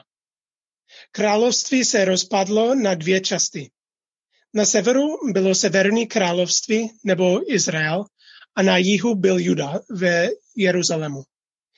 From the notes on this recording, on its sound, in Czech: Záznam z našeho nedělního setkání společenství Ta Cesta na ZOOMu